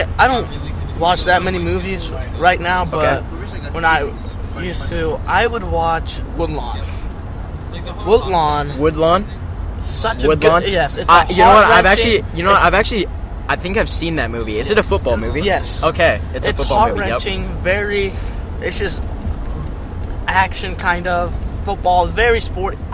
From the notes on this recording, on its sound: This episode was recorded in a van so there will be background noise. There was also some microphone issues that were picked up so just ignore them.